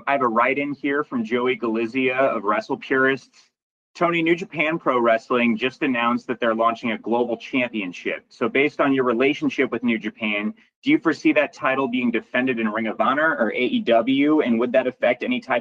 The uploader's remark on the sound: Pre-event media call, recorded on December 12, 2023.